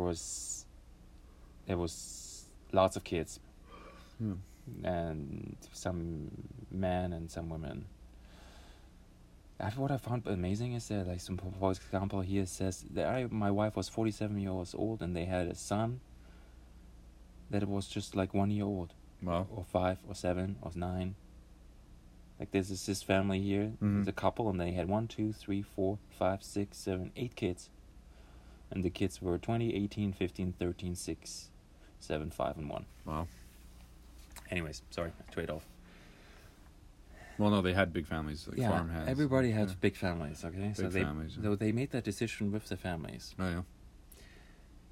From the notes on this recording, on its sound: As always this is recorded on an iPad with Anchor!